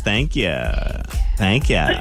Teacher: a little vocal fry thing going when she says, thank you